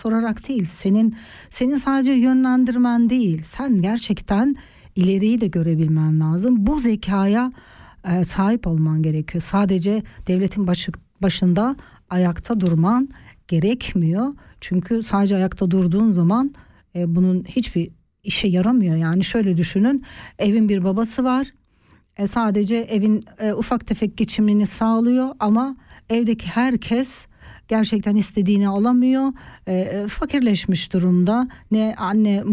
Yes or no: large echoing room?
no